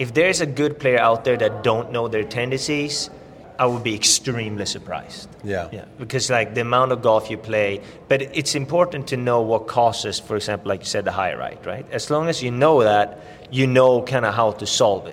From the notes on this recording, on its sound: live from the PGA Show